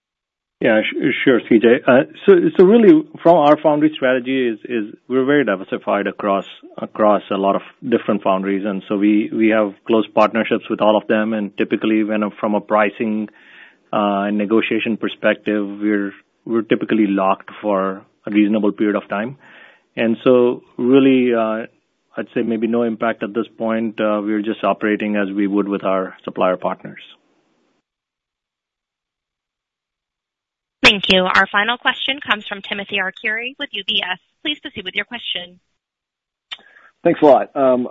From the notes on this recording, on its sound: Earnings Conference Call